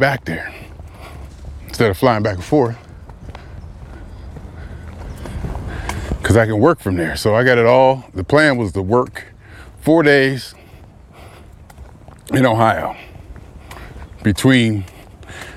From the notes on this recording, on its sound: Me Walking Talking. As I Prepare Myself For The Flight.